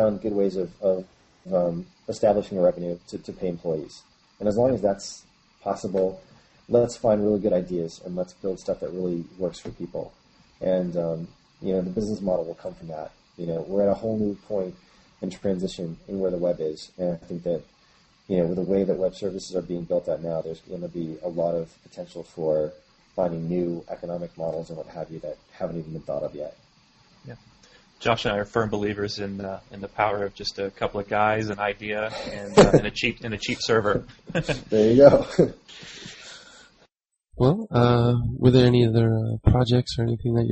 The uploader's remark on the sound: Please forgive the ocassional buzz and the muffled sound from the audacity noise removal.